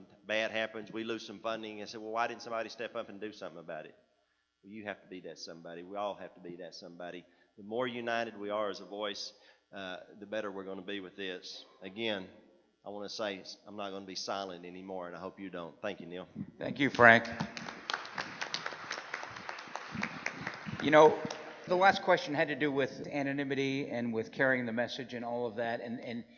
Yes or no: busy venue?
yes